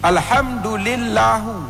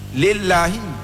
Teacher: Tapi karena harkat dhammahnya, harkat kasrahnya diganti dengan harkat dhammah · Shown in: first take · ini bukan kesengajaan. · Term: lahen